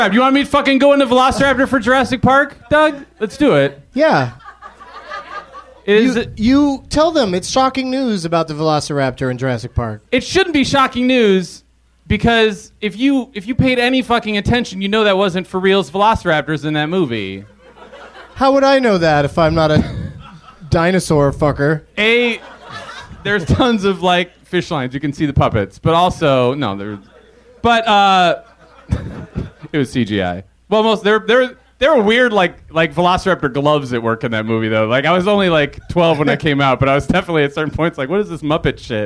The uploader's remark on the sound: Recorded Monday, October 4, 2010 in front of a live audience at Zanies Comedy Club. In front of a live audience at Zanies Comedy Club with the help of The Onion's AV Club.